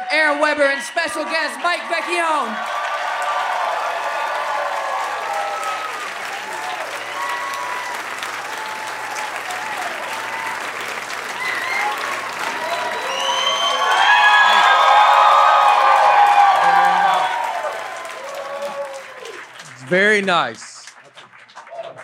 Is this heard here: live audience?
yes